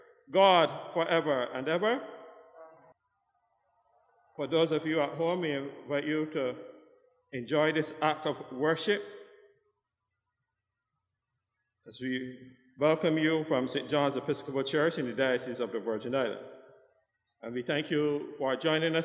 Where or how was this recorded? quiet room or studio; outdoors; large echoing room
large echoing room